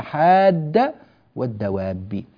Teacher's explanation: نافع يمد من روايتيه هذه الحروف اللي هي حروف المد الثلاثة ست حركات مدا مشبعا، إذا جاء بعدها ساكن أصلي ثابت في الوصل والوقف، هذه